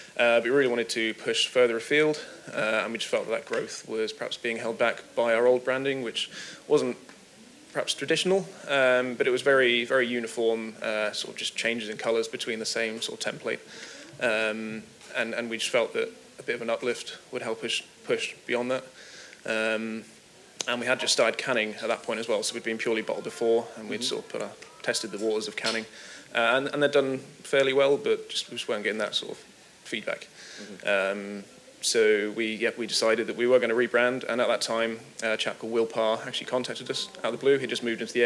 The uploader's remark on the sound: FyneFest 2019. I’m joined on this panel by three people. Apologies for a little background noise, this was recorded at a festival heading well into the livelier portion of its afternoon.